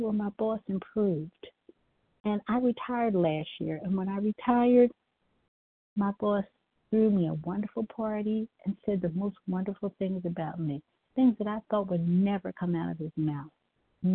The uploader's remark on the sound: 100 Pounders Phone Meeting, 6/19/23.